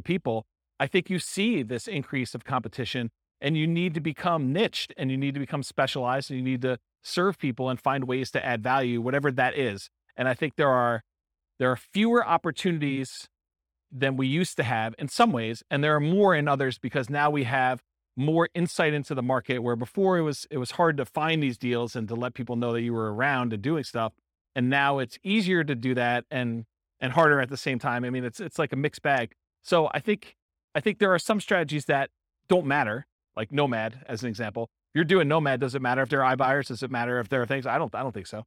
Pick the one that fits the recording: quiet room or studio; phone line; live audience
live audience